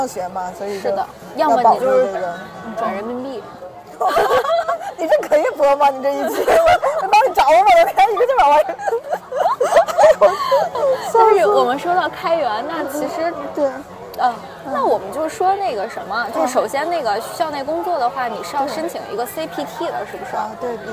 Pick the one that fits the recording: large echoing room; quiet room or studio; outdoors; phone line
outdoors